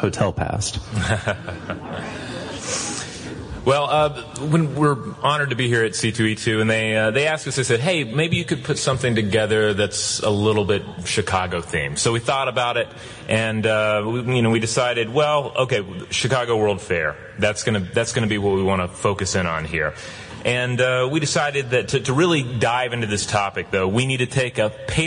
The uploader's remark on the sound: live C2E2 2017 discussion